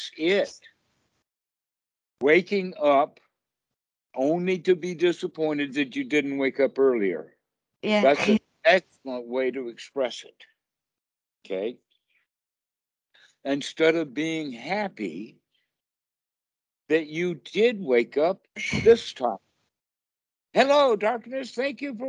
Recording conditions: video call